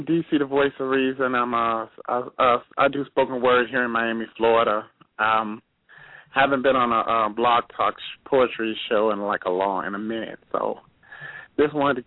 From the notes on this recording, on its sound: Another packed show with callers from Egg Harbor, New Jersey, Sonoma, California, Miami, Florida, Limestone, Tennesee, The San Fernando Valley, CA, Shortsville, NY, Nova Scotia, Canada, West Seattle, Washington, Rochester, NY and Philadelphia, PA.